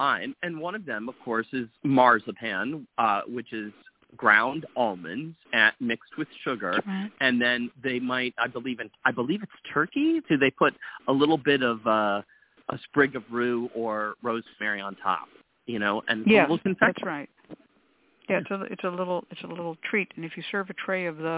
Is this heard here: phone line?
yes